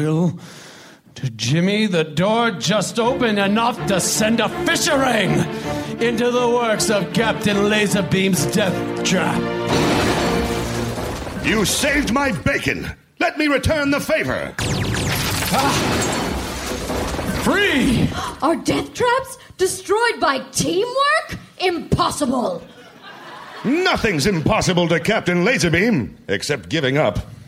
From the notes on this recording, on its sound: Recorded Live 1/21/2012 at the Marines Memorial Theater, SF SketchFest.